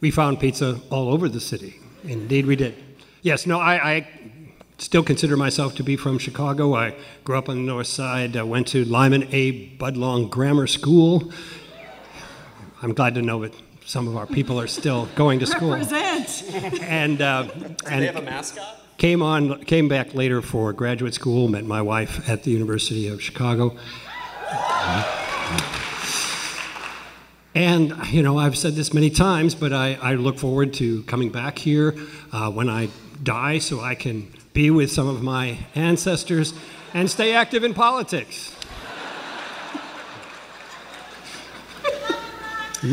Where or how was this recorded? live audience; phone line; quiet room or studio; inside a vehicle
live audience